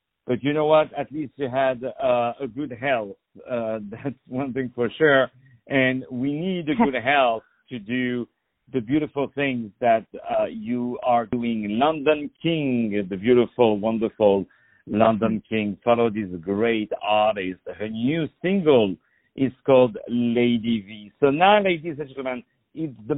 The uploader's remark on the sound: On the phone